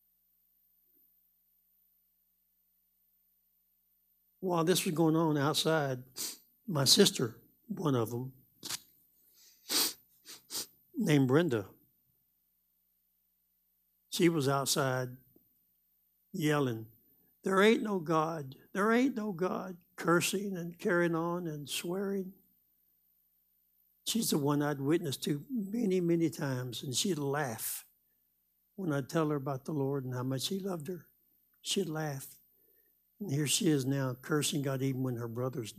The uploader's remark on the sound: Live Wednesday Evening Service